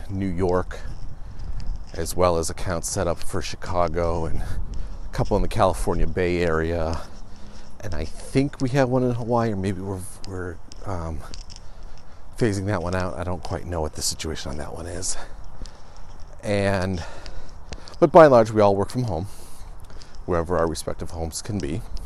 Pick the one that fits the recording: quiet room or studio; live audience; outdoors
outdoors